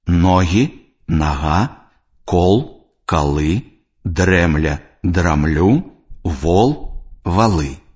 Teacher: Яркай асаблівасцю беларускай мовы з'яўляецца аканне. Супадзенне ў вымаўленні галосных О, Э пасля цвёрдых і зацвярдзелых зычных з галосным А, калі з іх сыходзіць націск.